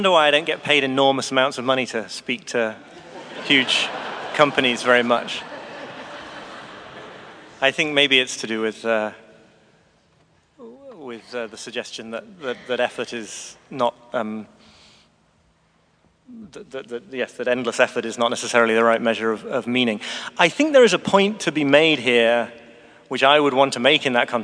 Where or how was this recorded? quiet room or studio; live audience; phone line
live audience